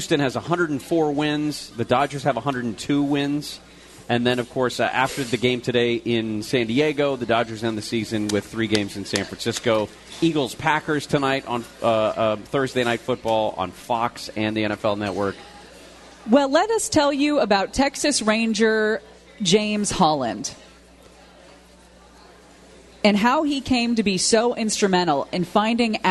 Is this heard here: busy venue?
yes